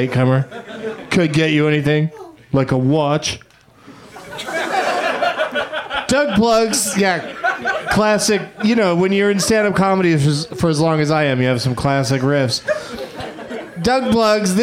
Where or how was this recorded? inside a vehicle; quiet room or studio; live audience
live audience